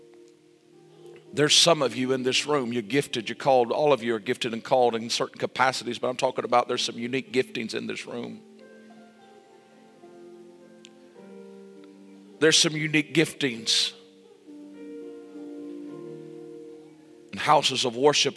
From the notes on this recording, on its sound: This message was recorded LIVE Sunday Evening April 16, 2023.